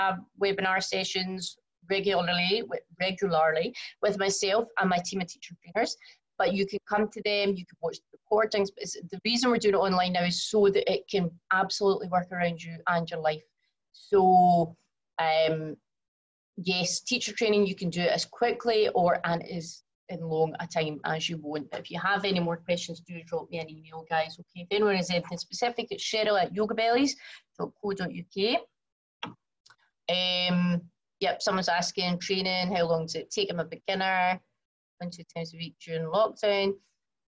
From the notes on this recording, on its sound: From the live webinar.